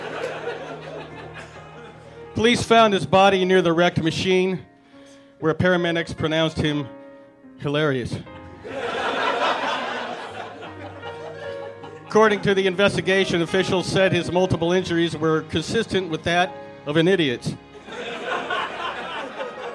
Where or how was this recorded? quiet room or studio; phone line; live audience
live audience